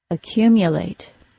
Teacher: Immediately after the cu syllable in the word accumulate is the mu syllable, which also has a long u sound. However, since the mu syllable is next to a stressed syllable, the mu syllable gets reduced. This is a common function of schwa, or reduced vowel sounds.